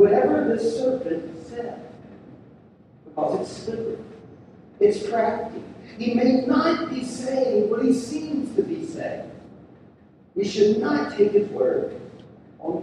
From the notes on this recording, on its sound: We're sorry for the poor sound quality.